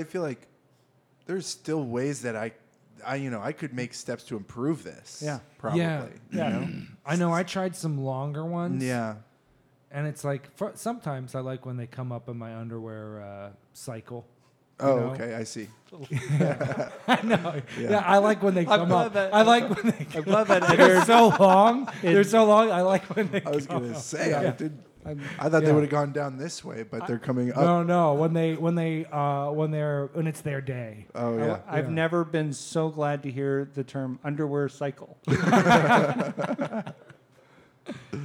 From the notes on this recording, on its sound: This episode - our second live one EVER - is packed.